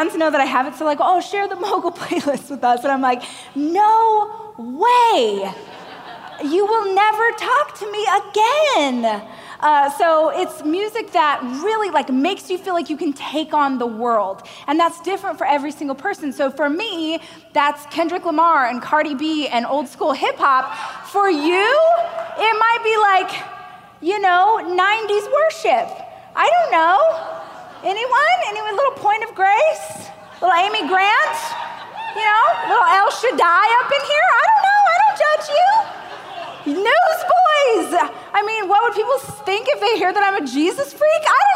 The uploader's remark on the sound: a keynote speech I gave during the Growth